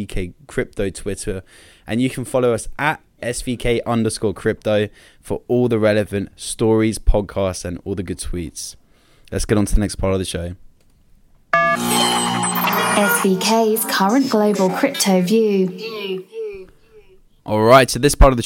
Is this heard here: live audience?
no